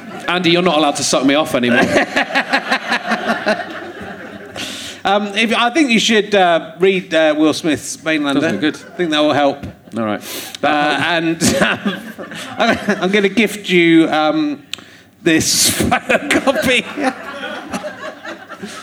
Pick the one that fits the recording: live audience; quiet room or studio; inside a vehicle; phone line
live audience